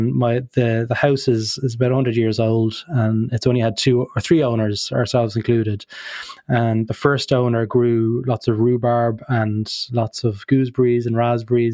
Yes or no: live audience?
no